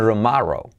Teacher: esa T de tomorrow se puede hacer como R suave